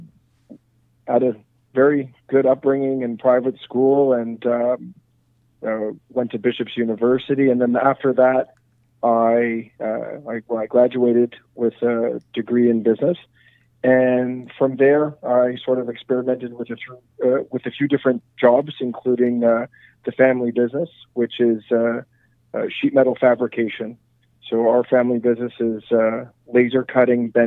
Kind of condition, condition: link, phone line